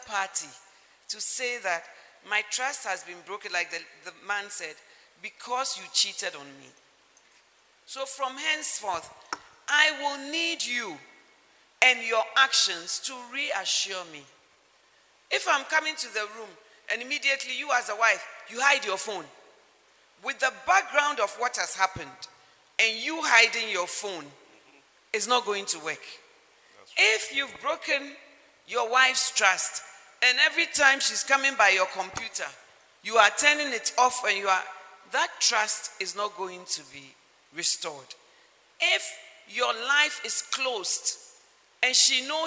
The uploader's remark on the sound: Model Marriage Conference 2021. Message preached at The Healing Jesus Mission International, HQ, Spintex on 14th February, 2021.